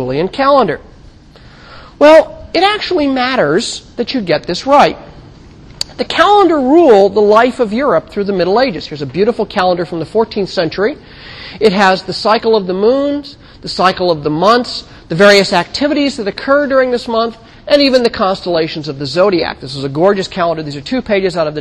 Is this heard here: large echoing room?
yes